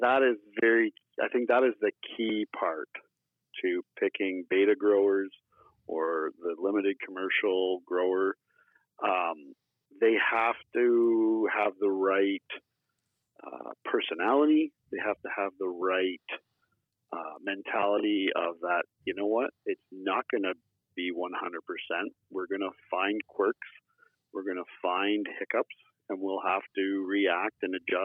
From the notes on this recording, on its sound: Joined in the studio by phone. From Canada.